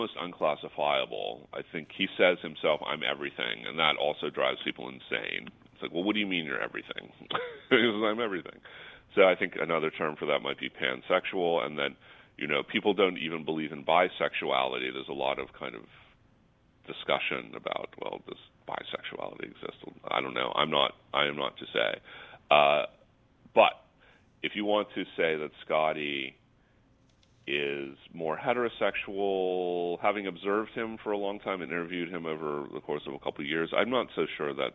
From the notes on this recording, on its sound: We got her to phone in from a submarine!